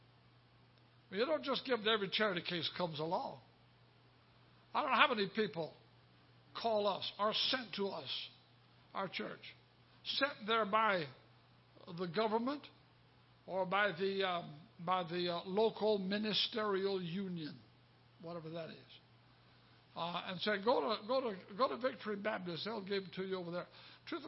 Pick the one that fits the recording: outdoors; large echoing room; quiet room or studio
large echoing room